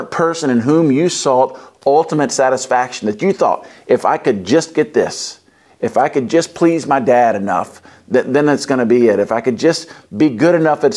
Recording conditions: large echoing room